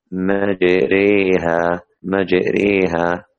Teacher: أمال الراء والألف معا · نطق الفتحة قريبة من الكسرة والألف قريبة من الياء، مجريها، وهي إمالة كبرى لأن هنالك إمالة صغرى لدى بعض الرواة أو القراء، وتؤدى فتح الشفتين أفقيا وليس رأسيا. · Term: الراء الممالة